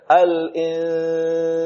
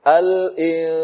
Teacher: Suara dari hidung, suara ghunnah dari khayshum dengan suara yang keluar dari mulut itu keluar secara bersamaan. Tapi perbandingannya itu lebih besar suara yang keluar dari hidung daripada suara yang keluar dari mulut. · Term: ikhfa